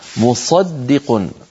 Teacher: الدال وقعت بين صاد وقاف، قبلها صاد وبعدها قاف، وكلاهما مفخم وكلاهما مستعلي والدال مرققة، فممكن إذا الإنسان لم يكن متمكن في التلاوة يقول مصدق فتخرج الدال مفخمة أو شبيهة بحرف الضاد.